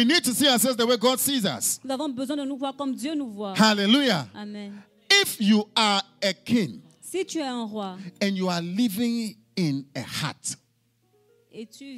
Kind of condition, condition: setting, large echoing room